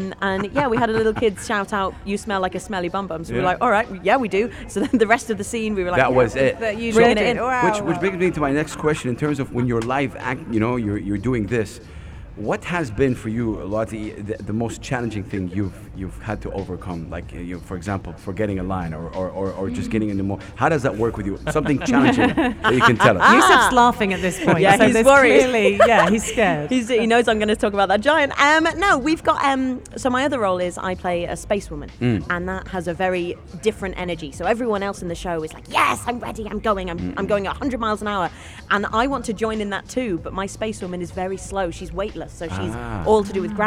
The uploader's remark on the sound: Out and about at "Al Majaz Waterfront" broadcasting Yalla Home Live and having guests throughout their show.